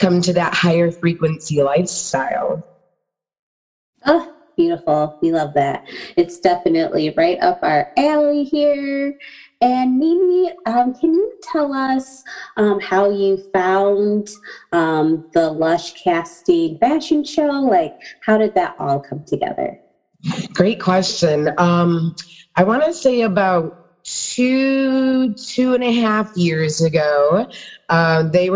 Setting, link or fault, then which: link, video call